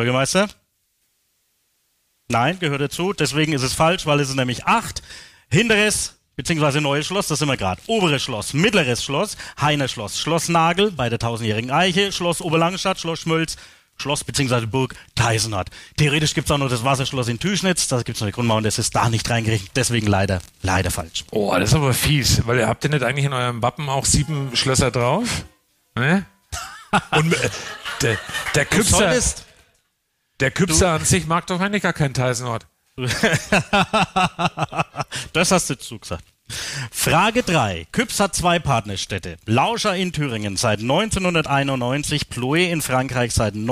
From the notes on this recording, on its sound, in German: Das Live-Event in Küps. Erstmalig wurde der Podcast vor Publikum aufgenommen. Im Neuen Schloss in Küps im Landkreis Kronach. Rund 40 Zuhörer und Zuhörerinnen. Das ganze umrahmt von Live-Musik.